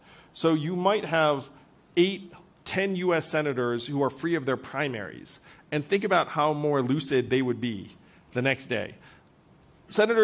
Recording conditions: live audience